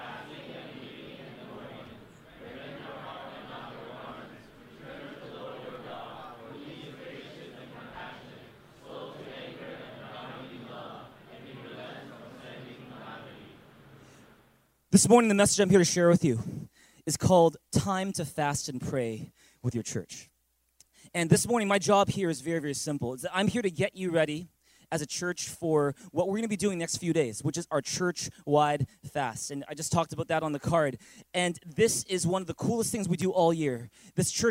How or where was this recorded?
large echoing room